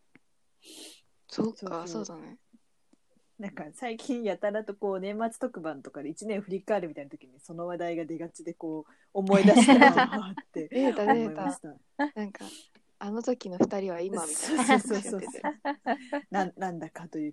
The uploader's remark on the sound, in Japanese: 3人とも鑑賞したてホヤホヤの状態で、リモート収録しております。